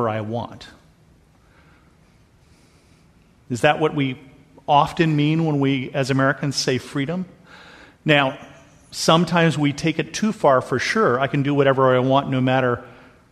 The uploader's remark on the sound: This episode is a sermon that I preached at Bethel Lutheran Church in Cupertino.